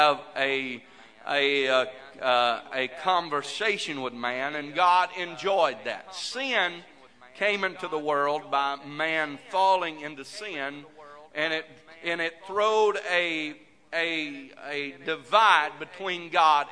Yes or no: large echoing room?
yes